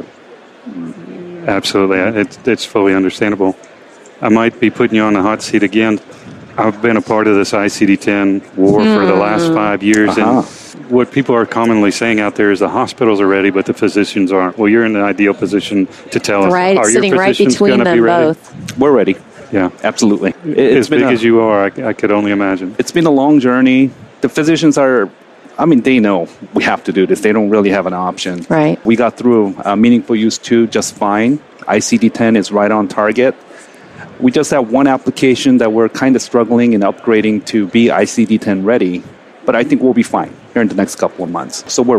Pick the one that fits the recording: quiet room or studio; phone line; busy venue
busy venue